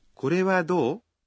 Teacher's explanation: Si después se le agrega desu ka, suena más formal. Como es una pregunta, recuerden pronunciarla en un tono ascendente.